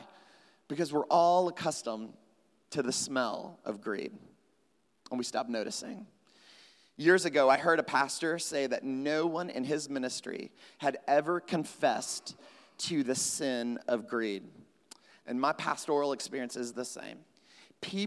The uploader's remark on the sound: at Trinity Church, Puerto Rico